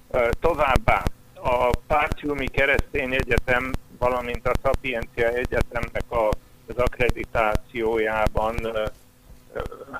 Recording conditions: phone line